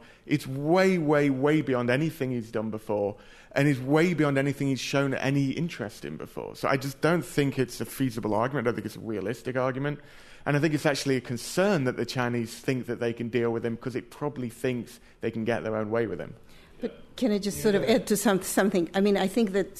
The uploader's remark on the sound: America Abroad's global town hall recorded in front of a live audience at The Greene Space at WNYC in conjunction with its partners at NPR Berlin and in Cairo, Egypt.